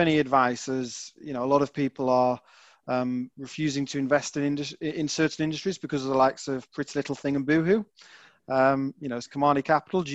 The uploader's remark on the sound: TFN Webinar. An hour long webinar.